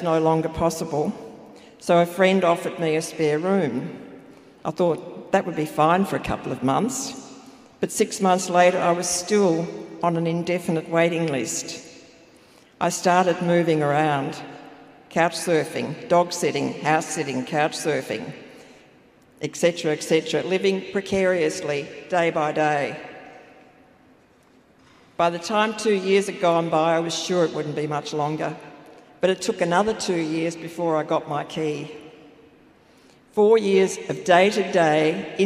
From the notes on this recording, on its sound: Older People's Housing at the Victorian Homelessness Conference. Speakers at the Victorian Homelessness Conference, held at Melbourne Town Hall late last year.